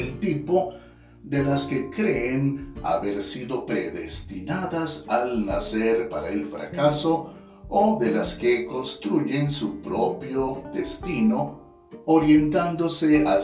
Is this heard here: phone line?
no